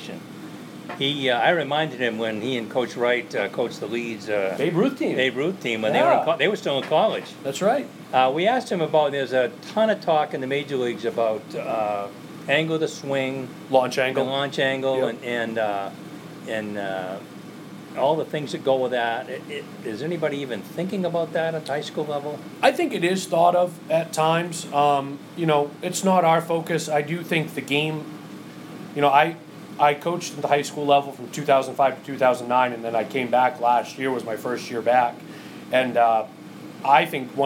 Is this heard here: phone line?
no